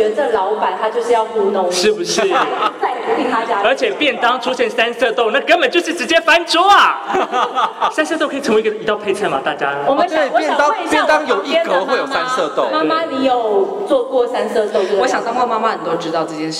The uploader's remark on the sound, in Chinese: 挑戰Podcast Club活動上台即興尬聊。台灣鳥廳院首次參加Podcast活動。一出場就直接進聲國家兩廳院。參加「podcaster即興尬聊秀」。